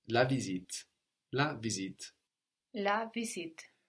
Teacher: And that's spelled V I S I T E. We notice that the S sounds like a Z here, like in English. · Term: Z sound